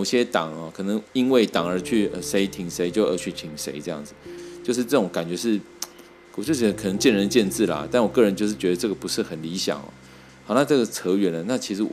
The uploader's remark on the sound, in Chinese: 今天入手的雪怪（Blue Yenti）終於到了！然後開始學習mac上的garageband來錄音，發現有些發音錄起來變得怪怪的，雖然也有些惱人的雜音。